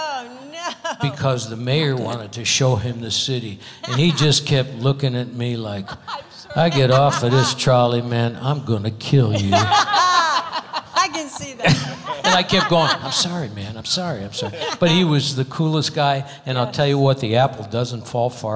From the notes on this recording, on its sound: Live at the SouthPoint Casino